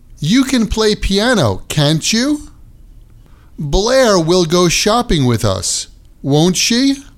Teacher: In all of the above tag questions, I used rising intonation, just like any other kind of question.